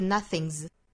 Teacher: 样的鼻音，后鼻音属于浊音类的，后面如果加音还是要读浊音，这是清清浊浊的规律。所以 nothing's 后面的这个 s 应该读浊音的 z， nothing's 但是还要注意一点，就是虽然是读浊音的，但是它位于单词尾部，一定是非常轻非常弱的一个浊音